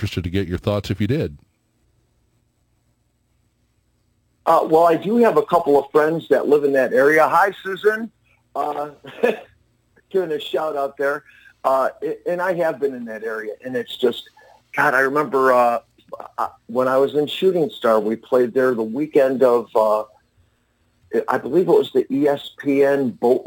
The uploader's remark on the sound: called in from Drain, Oregon